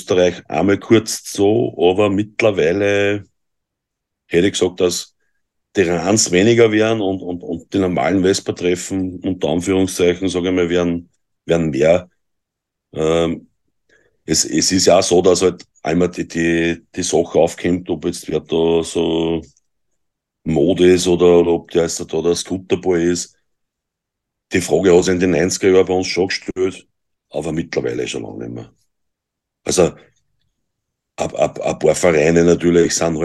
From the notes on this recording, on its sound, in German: Wir haben uns über Zoom getroffen!